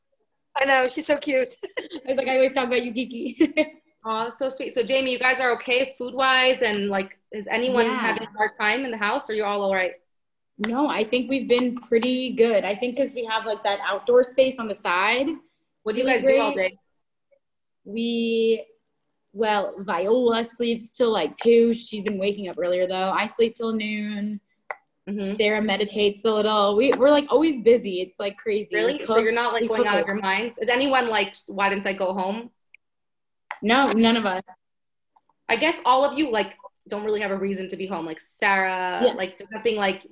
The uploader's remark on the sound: Zoom Classes.